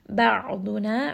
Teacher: Ayn again is going to be from the middle of the throat. It also has the wasut again, so make sure that you are kind of rolling that around in the middle of the throat.